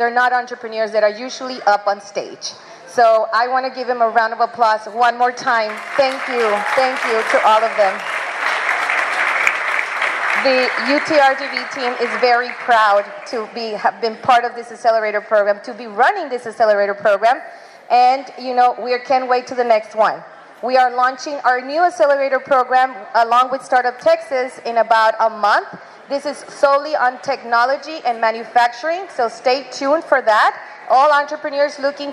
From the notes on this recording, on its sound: Here is an audio recording from the recent Demo Day.